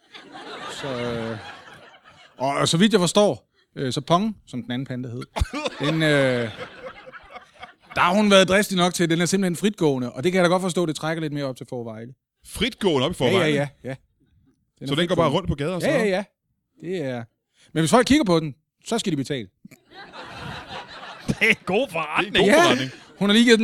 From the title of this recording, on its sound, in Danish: LIVE fra Holbæk